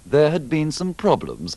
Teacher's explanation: remember to pronounce had with the schwa